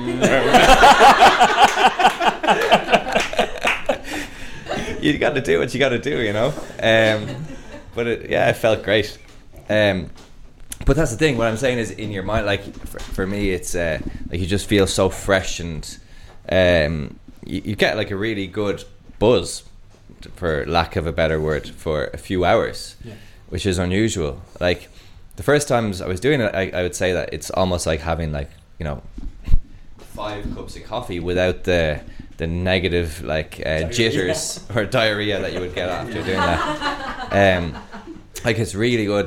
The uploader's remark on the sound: This episode is a live recording from The Black Sheep pub in Dublin. Twice a month we bring together listeners of the podcast to hear some comedy, some music and a bit of a chat from us.